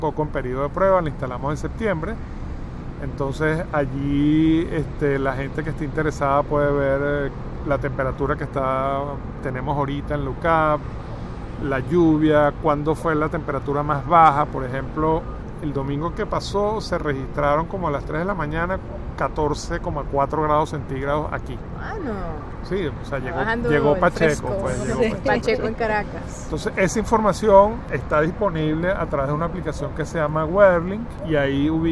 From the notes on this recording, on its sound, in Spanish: Techo verde de la Universidad Católica Andrés Bello (UCAB), ubicada en Caracas, Venezuela. Desde ese techo ubicado en el edificio de postgrado hacemos una serie de preguntas.